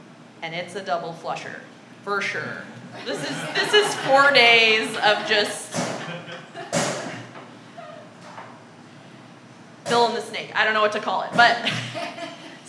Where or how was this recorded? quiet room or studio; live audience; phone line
live audience